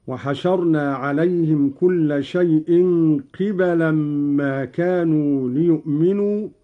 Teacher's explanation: قرأ قالون بكسر القاف وفتح الباء